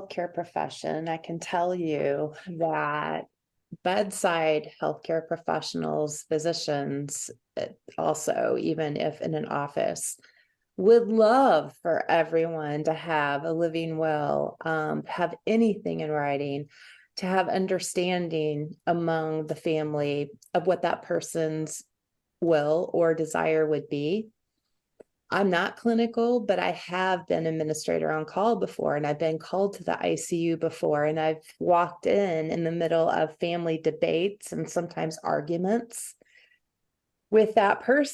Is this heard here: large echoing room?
no